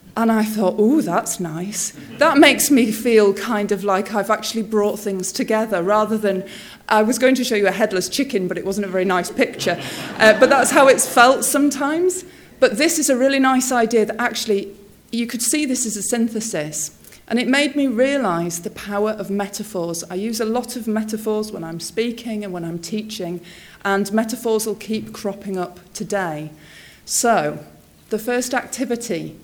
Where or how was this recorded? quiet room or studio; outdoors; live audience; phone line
live audience